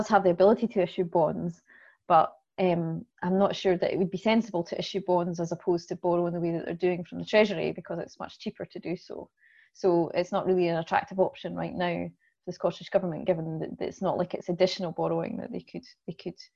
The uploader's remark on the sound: FAI webinar